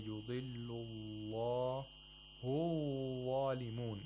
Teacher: The lam of Allah is a letter of tawassut, so you have to pronounce it with a timing which is in between rakhawa and shiddah.